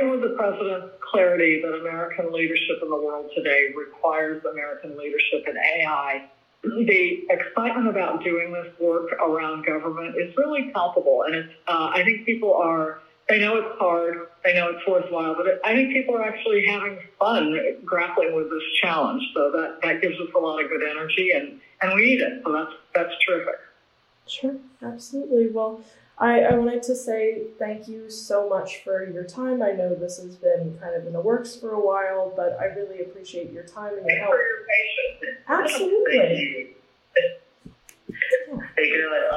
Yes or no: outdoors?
no